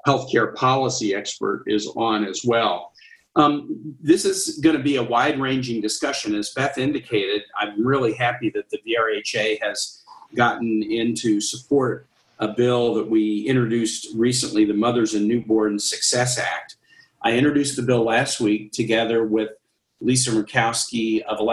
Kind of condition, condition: link, video call